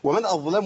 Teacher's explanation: نفصل بين الضاء المفخمه المطبقه المستعليه تفخيمها عالي وبين اللام الايه المرققه